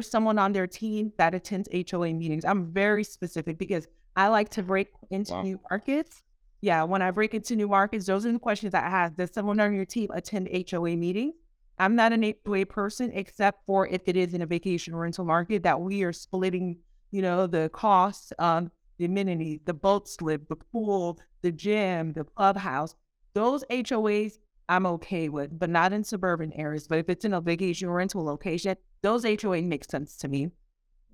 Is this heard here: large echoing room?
no